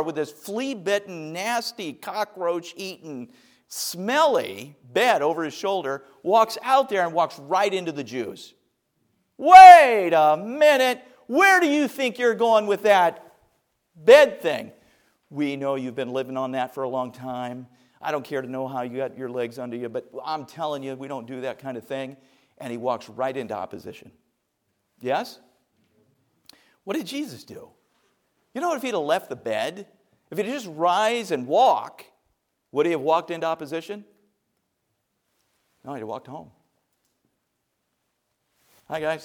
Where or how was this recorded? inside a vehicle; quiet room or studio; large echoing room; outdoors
large echoing room